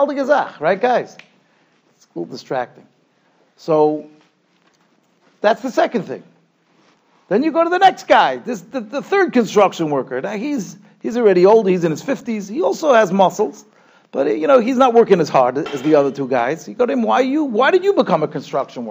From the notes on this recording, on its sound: Shiur recorded in Yeshivas Ohr Reuven, Monsey, NY.